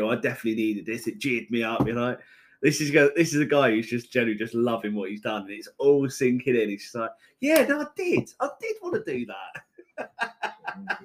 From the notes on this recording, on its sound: Major technical difficulties has probably ruined this episode.